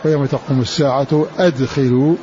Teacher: والباقون قرأوا بهمزة قطع مفتوحة وصلا وابتداء. ويوم تقوم الساعة أدخلوا سواء وصلت أو وقفت الساعة فهمزة قطع مفتوحة ويوم تقوم الساعة أدخلوا آل فرعون.